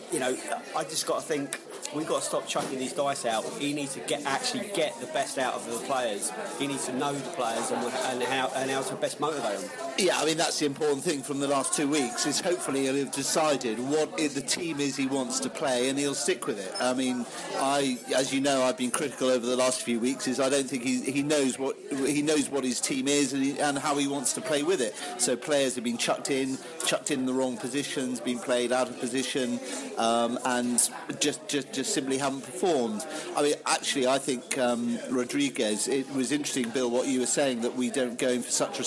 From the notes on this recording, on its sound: The Beesotted crew hooked up on the edge of QPR territory - at the Queens Head Pub in Brook Green, Hammersmith. In the pub. On the phone.